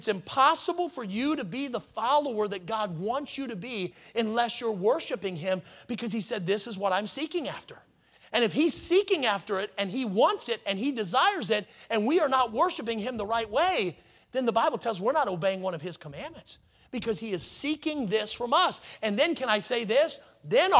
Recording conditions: large echoing room